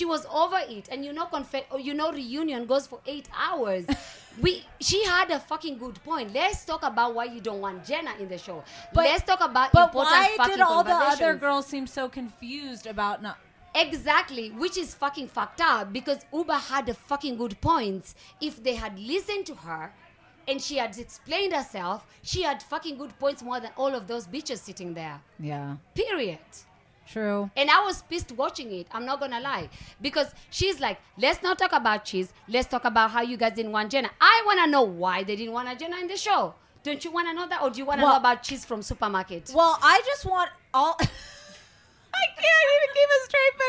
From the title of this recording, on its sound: Live from BravoCon